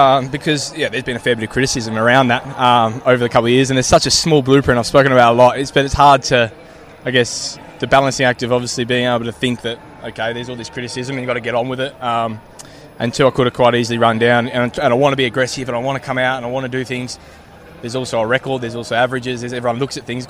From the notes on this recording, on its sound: The boys were on location at Harbour Town this morning